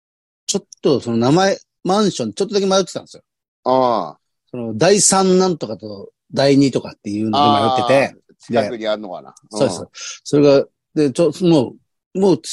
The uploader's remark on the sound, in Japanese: ZOOMで収録